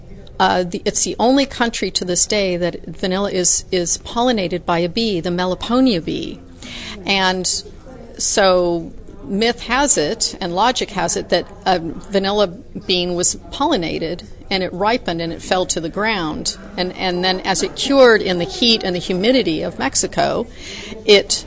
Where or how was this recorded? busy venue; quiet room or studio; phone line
busy venue